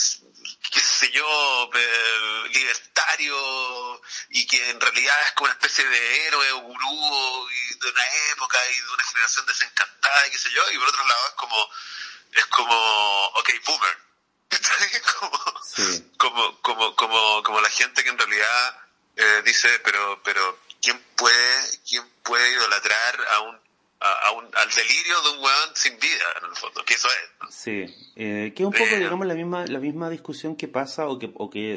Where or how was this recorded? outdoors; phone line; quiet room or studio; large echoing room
phone line